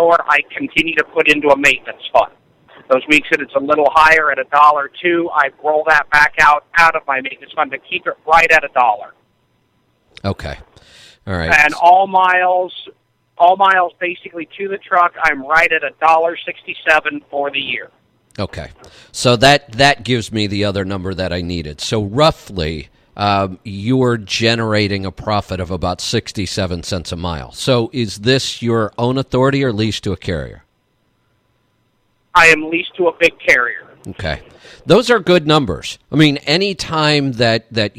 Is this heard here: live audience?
no